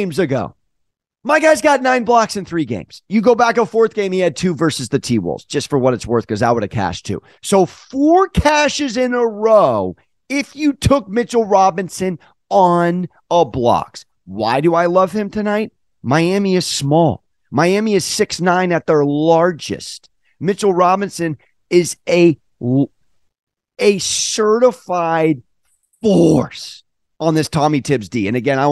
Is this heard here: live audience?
no